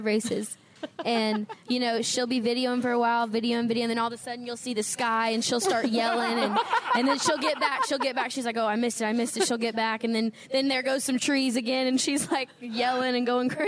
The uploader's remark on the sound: Live From JRM Fan Day. Live from JR Motorsports fan day.